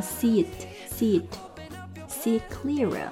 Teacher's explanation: 后一个是元音开头，所以会有一个外加的 y，字母 j 那个音标